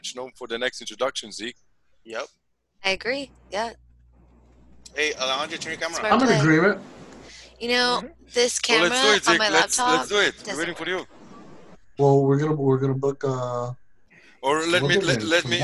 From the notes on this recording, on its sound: Zoom Happy Hour With The Team.